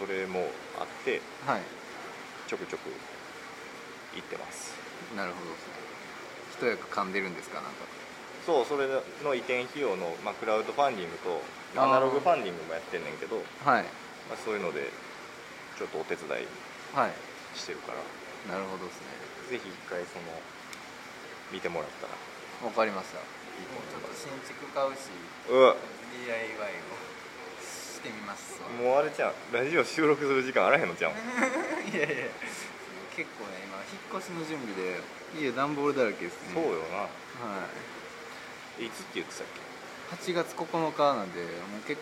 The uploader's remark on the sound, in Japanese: 第3回は尼崎の南端、隠れた？名所である魚つり公園にて収録しました。短パンでサンダルの釣り人、夕陽に映える赤い突堤、左を向けば工場地帯。そして蚊に負けた男たちの無念。